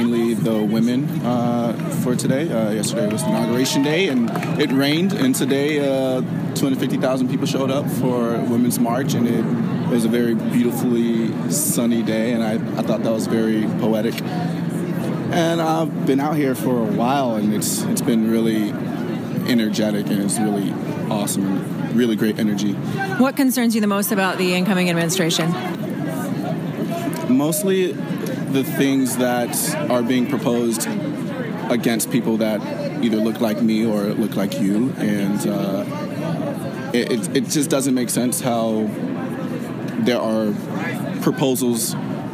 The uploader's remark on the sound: Audio from the Women's March. Shares highlights of audio from marchers she interviewed.